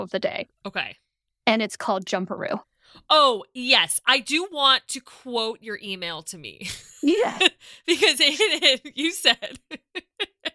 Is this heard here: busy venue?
no